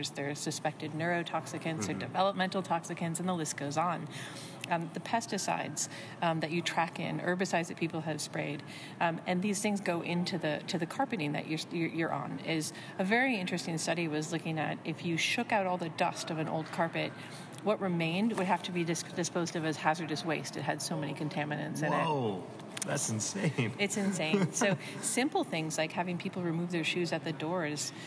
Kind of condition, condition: setting, busy venue